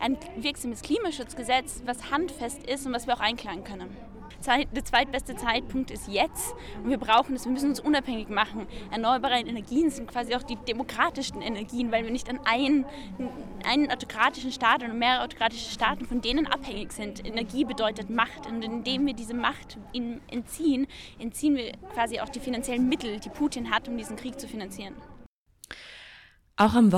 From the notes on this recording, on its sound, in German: Podiumsdiskussion im Weltmuseum Wien